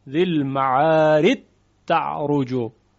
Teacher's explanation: در اینجا جیم در حرف تی دو نقطه یا تا ادغام می شود